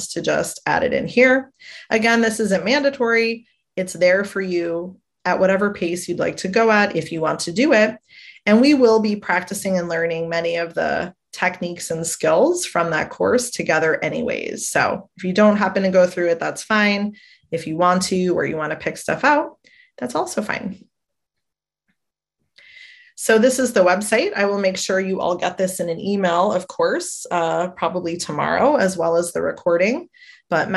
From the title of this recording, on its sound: a Webinar Replay